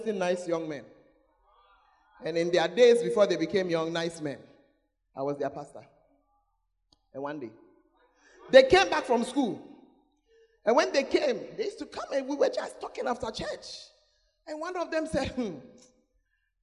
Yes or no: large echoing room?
yes